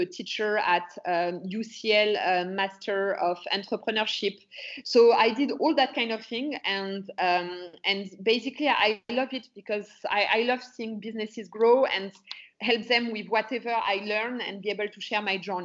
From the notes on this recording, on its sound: is joined over Skype